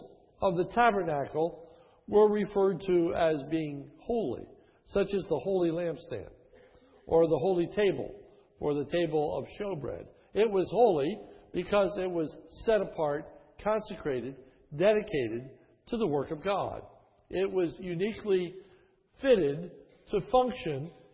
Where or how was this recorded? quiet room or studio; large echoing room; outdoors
large echoing room